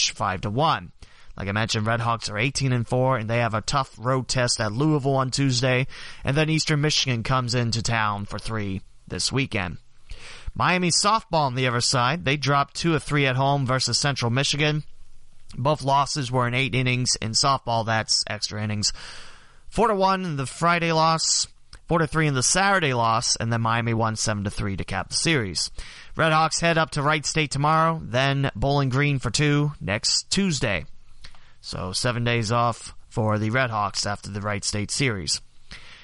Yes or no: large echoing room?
no